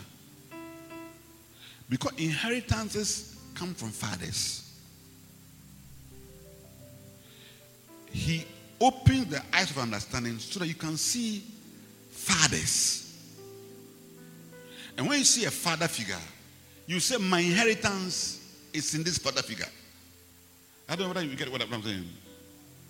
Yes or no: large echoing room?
yes